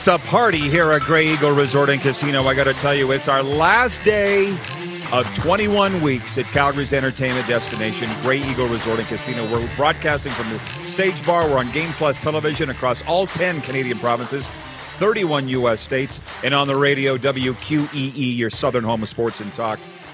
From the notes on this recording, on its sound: LIVE at the Grey Eagle Casino in Calgary